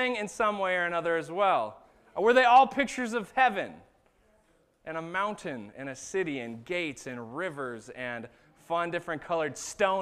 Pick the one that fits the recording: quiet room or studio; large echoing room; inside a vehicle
large echoing room